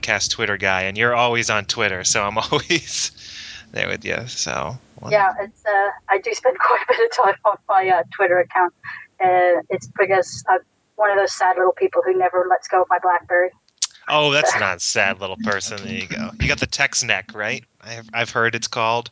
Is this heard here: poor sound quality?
yes